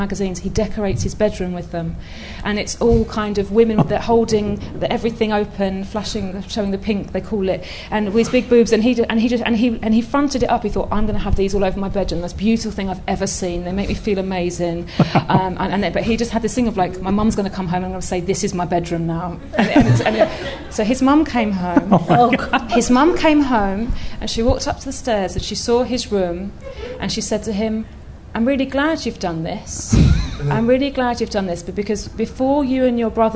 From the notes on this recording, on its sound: Live in front of a packed Soho Theatre.